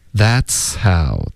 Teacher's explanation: 这里呢 that's 的这个 c 的音呢，后面会带一点送气的感觉